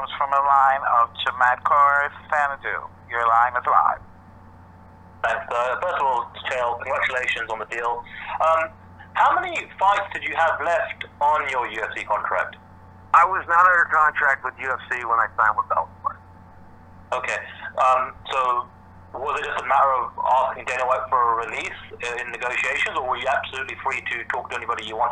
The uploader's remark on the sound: Introductory Conference Call